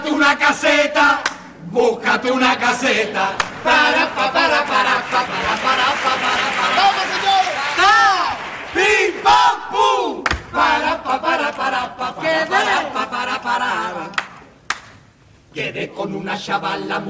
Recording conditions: live audience